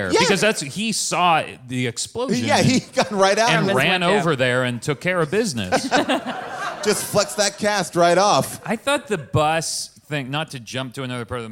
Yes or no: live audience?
yes